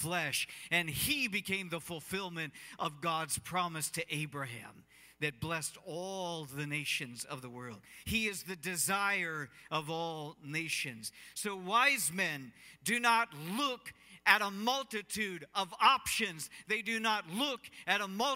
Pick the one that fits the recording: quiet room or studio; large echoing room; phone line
large echoing room